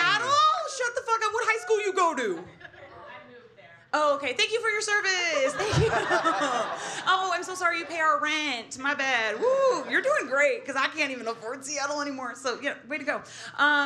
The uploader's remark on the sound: NEW YORK LIVE SHOW. NYC LIVE SHOW episode!!